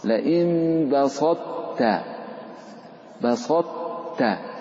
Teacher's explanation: الطاء حرف قوي جدا وفيه صفة الاستعلاء تفخيم، وفيه صفة الإطباق، فأبق الإطباق، بين الإطباق عند نطقك في بسطت، فلا تقل لئن بسطت فتعدمها، وإنما أبق الإطباق لئن بسطت بسطت.